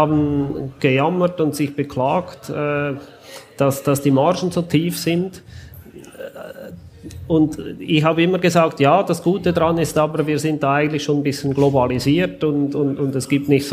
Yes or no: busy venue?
yes